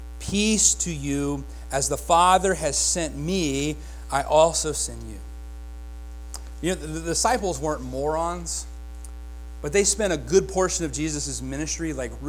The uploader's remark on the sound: Join us Sundays at Faith Free Will Baptist Church in Chandler. Here is our Sunday Sermon recording.